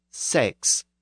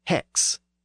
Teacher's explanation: Now, the Greek word for 6 was derived from the same Indo-European root, but Greek had a sound change that caused the original S sound to switch to an H sound. So English has 6, and Latin had sex, but Greek had hex.